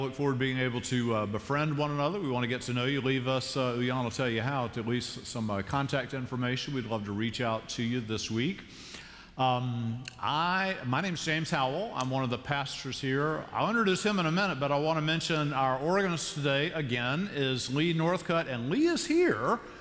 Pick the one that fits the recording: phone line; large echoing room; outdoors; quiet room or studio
large echoing room